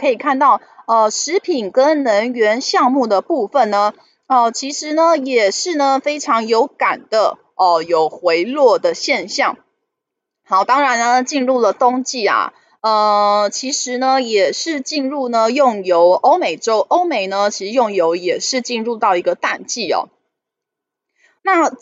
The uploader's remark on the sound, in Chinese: 本集有些許雜音，已亟力避免，如有察覺請多多包涵。